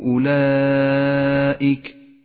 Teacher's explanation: المد الثاني هو المد المتصل، في كلمة أولئك يمد خمس حركات وجوبا